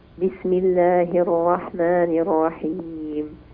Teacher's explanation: الراء في بسم الله الرحمن لا تكرريها إن شاء الله